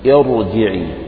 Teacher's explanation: لماذا فخمت رغم أنها ساكنة بعد كسر؟ لأن الكسر غير أصلي، لأن الكسر همزة الوصل · Term: مفخمة